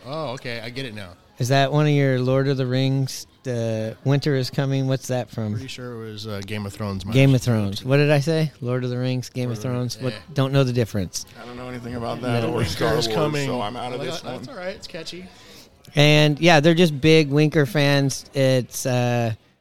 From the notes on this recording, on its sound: Live from the Boxcar Ale House! Record for the first time in person along with guests from the Boxcar Ale House in Seattle, WA.